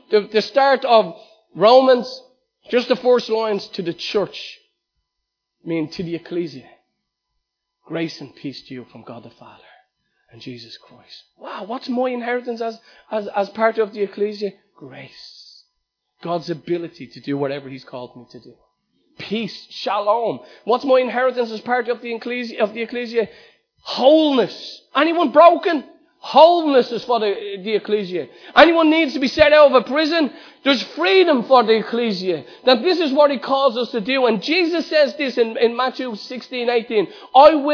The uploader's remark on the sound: Recorded live at Liberty Church